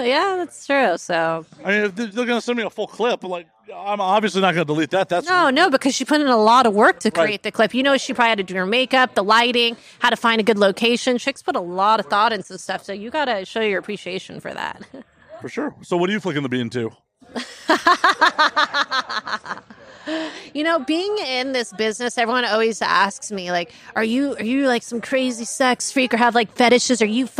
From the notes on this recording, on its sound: live at avn 2023